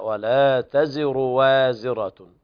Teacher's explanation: الراء مضمومة بدون مد يعني لا تشبع الضمة